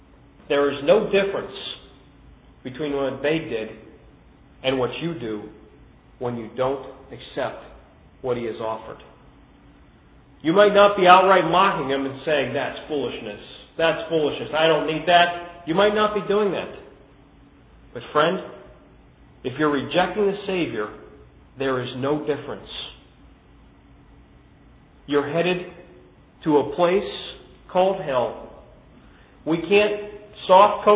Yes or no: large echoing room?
yes